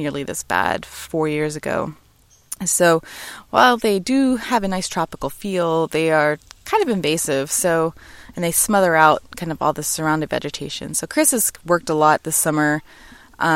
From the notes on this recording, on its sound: Live from My Backyard